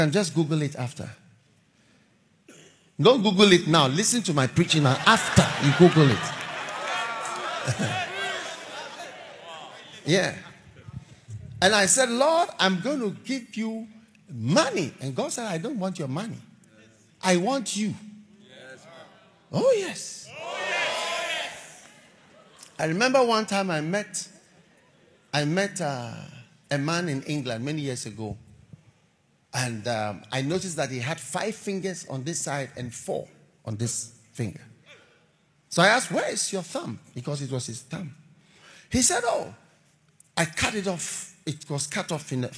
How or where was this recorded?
large echoing room